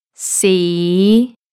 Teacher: Our next tone, tone five, is low rising. C. It starts low and it rises.